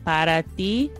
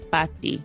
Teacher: they tend to chop off lots of letters. So instead of saying para ti, they would say pati · Shown in: second take